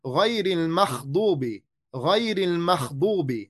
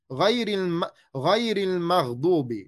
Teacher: They change the غين، غ، مغ، into a خا. · Shown in: second take · They say غير المخضوب، غير المخضوب.